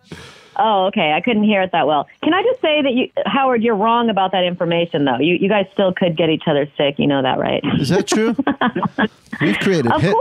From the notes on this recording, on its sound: Phone calls have resurged. Calls into the Stard Alley Quarantine!